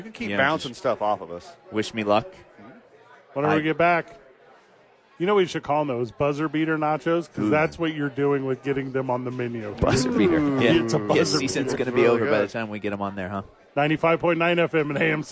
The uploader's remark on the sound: live at Sadies